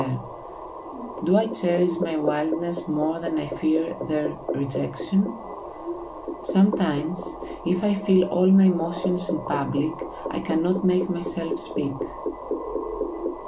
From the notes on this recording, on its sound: The sound scape is recording of the the artcic sea by the site of the Ocean conservation research. Today there is a walrus accompaning the reading.